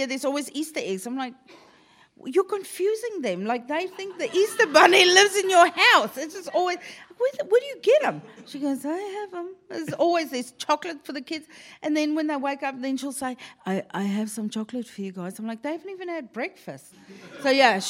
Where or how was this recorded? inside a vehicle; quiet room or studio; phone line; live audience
live audience